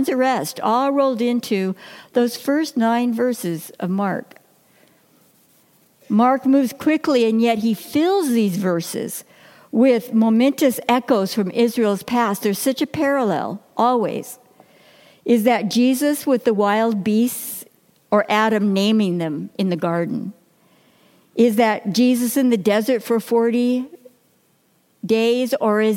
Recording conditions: large echoing room